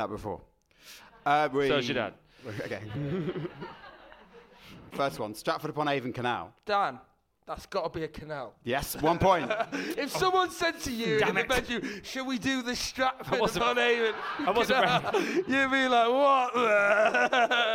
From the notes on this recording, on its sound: The boys finally rock up in the home of metal and canals for a live show in front of a home crowd. Recorded live at the Mockingbird Cinema in Digbeth as part of the Birmingham Comedy Festival.